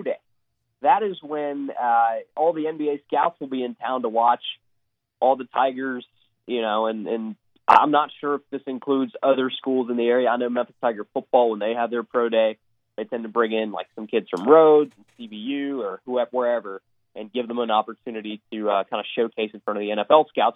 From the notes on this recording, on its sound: Call in to help review.